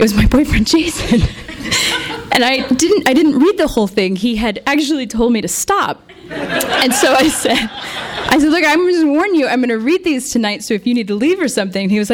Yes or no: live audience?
yes